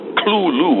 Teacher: Well, the pronunciation you just gave has become pretty standard, but Lovecraft declares in a letter of 1934 to some friend of his that the pronunciation is actually only two syllables. The T-H is not pronounced as a T-H, it's pronounced as a kind of guttural L. He actually renders it as C-L-U-L-U.